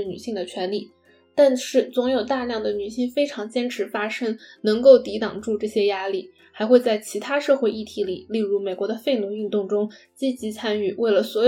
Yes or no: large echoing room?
no